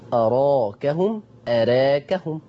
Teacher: لأن أراكهم فيها فتح وتقليل